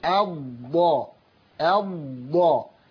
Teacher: طبعا استطالة الضاد ويركز عليها، لأن الضاد حرف مستطيل إلى جانب أنه مشدد، فعبارة عن ضادين فيهما طولتين